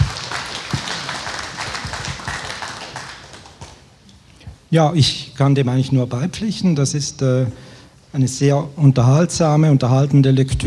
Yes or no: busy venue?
yes